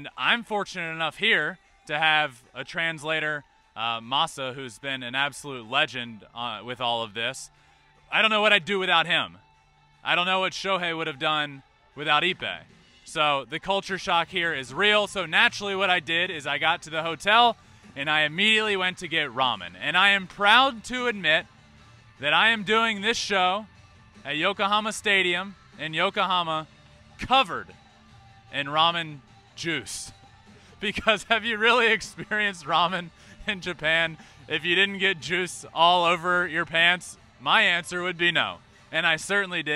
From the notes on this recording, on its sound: GAME DAY AT YOKOHOMA STADIUM. Goes LIVE from Yokohoma Stadium.